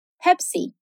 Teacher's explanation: Basta a gente falar mais assim no ritmo do inglês e com o E mais fechadinho.